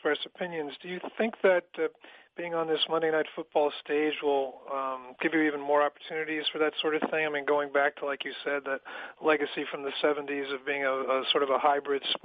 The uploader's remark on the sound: A complete recording of the conference call between the media and ESPN's.